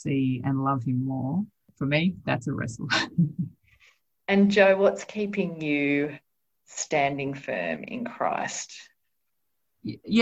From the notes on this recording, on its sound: chats via Zoom